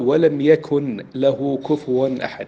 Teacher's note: فأظهر النون ولم يدغمها بما بعدها